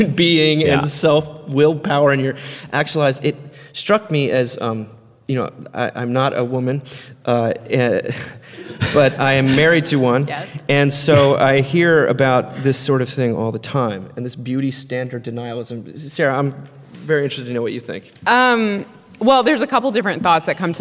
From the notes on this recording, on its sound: Recorded in front of an audience at the 2018 Mockingbird Conference in New York City.